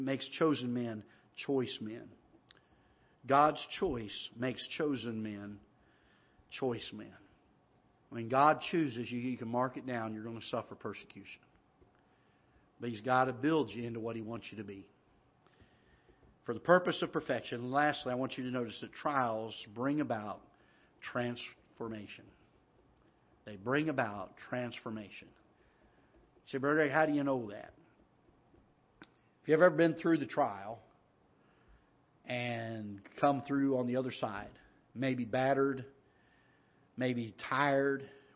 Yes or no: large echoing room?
yes